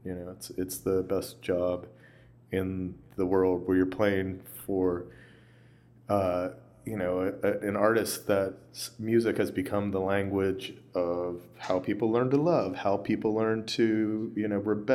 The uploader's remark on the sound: In an interview recorded on the final night of Lollapalooza 2015 at the Virgin Hotel in downtown Chicago.